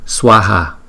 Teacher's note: Hai chữ A này đều là hai nhịp luôn